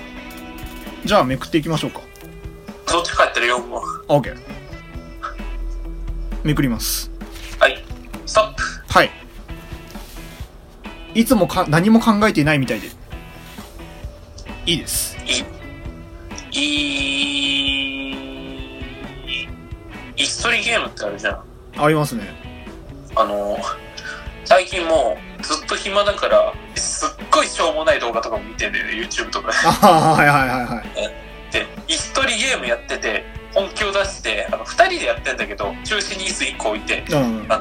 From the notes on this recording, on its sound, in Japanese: 時代の最先端を行くリモートでの収録です！録音機材：iPhone7。